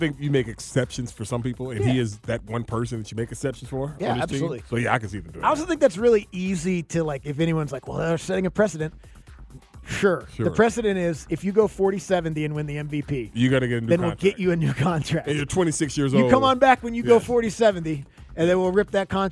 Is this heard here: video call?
no